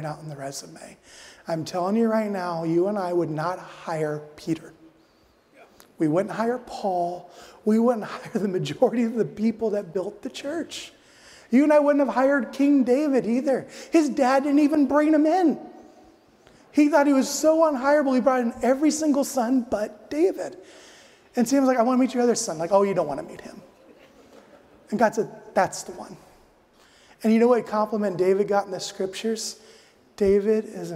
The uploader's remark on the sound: addresses the audience at the Family Leadership Summit